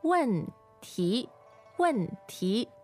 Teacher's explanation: Fourth and second tone. 问题,问题. So falling and then rising.